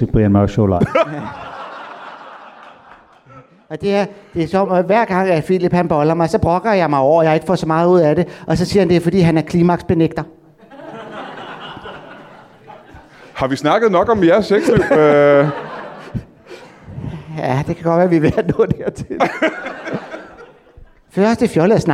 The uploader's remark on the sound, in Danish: LIVE fra Aalborg Comedy Club. Ugens afsnit er optaget i Aalborg foran det fineste levende publikum.